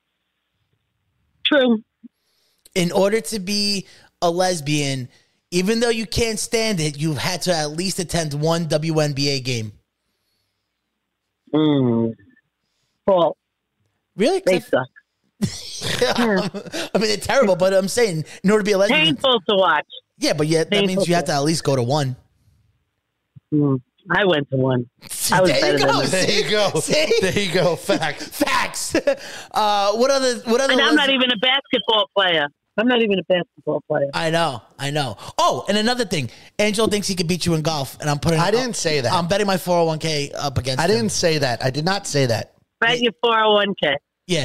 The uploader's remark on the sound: is phoned